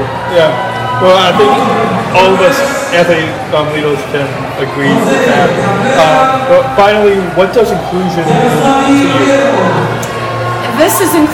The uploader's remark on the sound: Abu Dhabi Daily Show LIVE From Special Olympics World Games 2019. In Abu Dhabi, UAE.